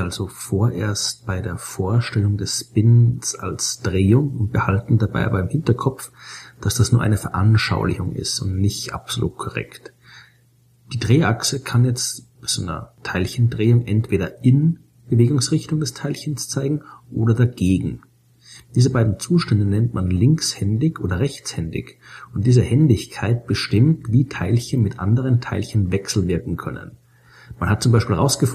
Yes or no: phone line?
no